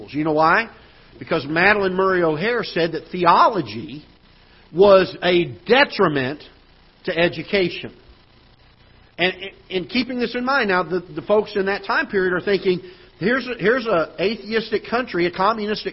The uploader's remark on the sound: Ketha Heights Baptist Church ~ Live Broadcast